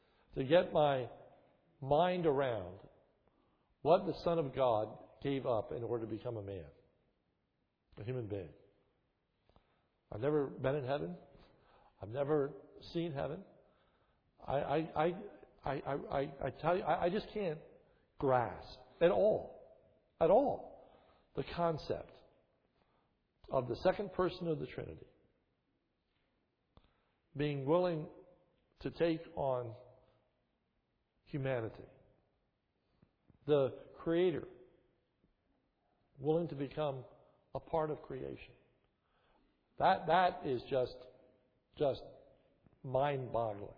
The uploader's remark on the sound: This is a sermon recorded at the Lebanon Bible Fellowship Church, in Lebanon, PA, on 4/17/2011 during the morning service. The sermon was given during Palm Sunday, 2011.